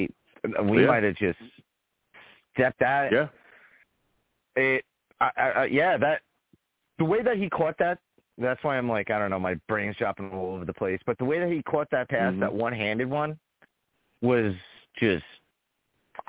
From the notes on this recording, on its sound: I take live callers!